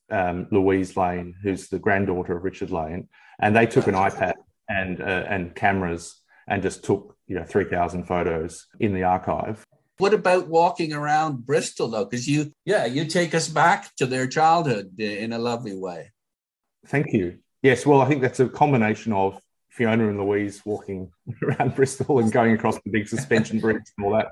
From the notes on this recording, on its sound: via Zoom